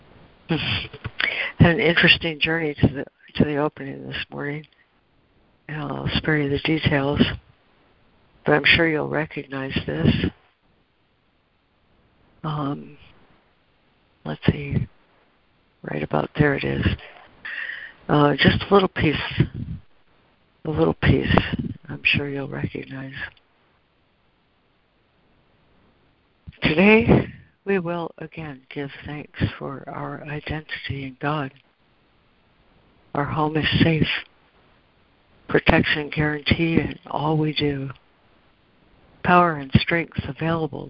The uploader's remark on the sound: ACIM Daily Conference Call